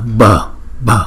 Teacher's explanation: Cái hơi nó mạnh từ trong miệng chúng ta đưa ra.